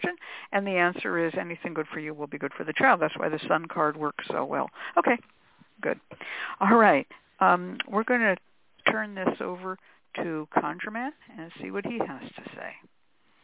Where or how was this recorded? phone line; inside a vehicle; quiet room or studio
phone line